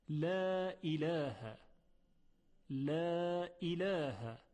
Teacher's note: میبینیم که حرف لام ترقیق شده